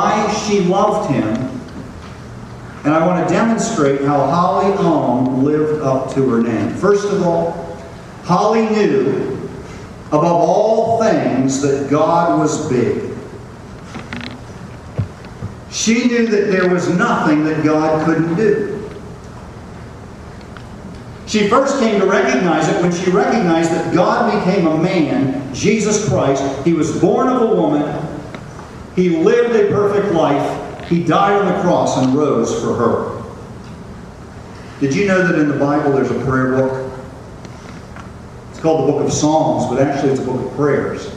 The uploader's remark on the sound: The audio is not great quality.